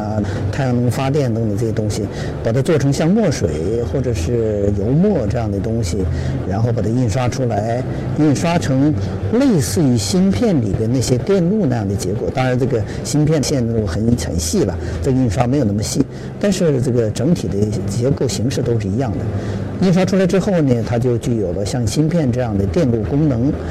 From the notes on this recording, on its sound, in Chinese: 带您走进2019慕尼黑上海电子生产设备展，为您带来最前沿的现场资讯